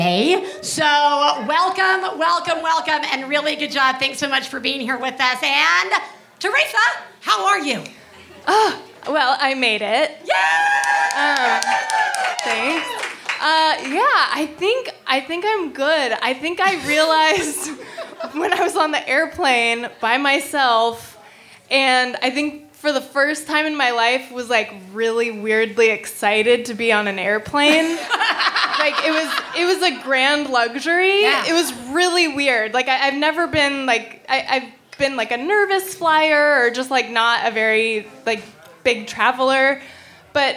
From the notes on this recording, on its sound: Live From Chicago! Live from the GMan Tavern in Chicago.